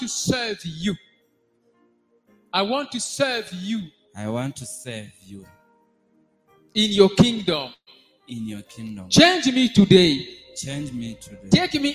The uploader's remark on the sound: SUNDAY LIVE SERVICE